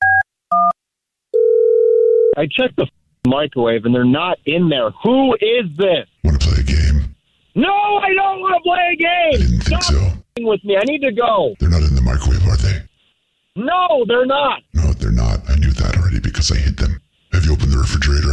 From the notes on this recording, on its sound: Phone Prank